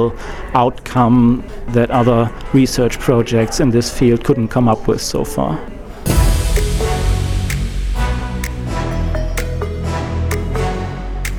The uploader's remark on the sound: Recorded at the consortium meeting in Bucharest, RO.